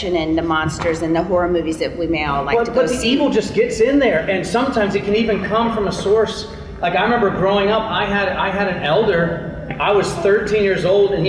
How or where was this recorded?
large echoing room